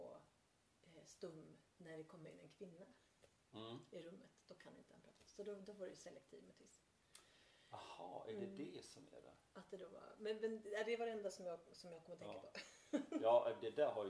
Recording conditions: poor sound quality